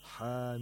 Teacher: Therefore, مد اللازم takes place, and it has to be lengthened to six vowel counts